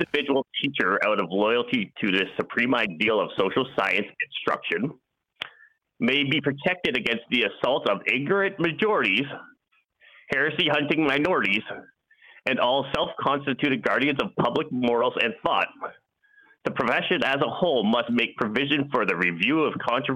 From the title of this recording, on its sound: Call In Show